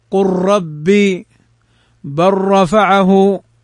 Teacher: وتدغم اللام في الراء نحو قل ربي بل رفعه برانا. وهنا كما سبق أنه إدغام بلا غنة